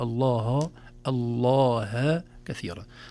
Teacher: لو كانت اللام مغلظة ننتبه للهاء التي بعدها، لا نقول وذكروا الله كثير الله وذكروا الله كثيرا، نخلص الهاء من لفظ الجلالة من تفخيم وتغليظ اللام قبلها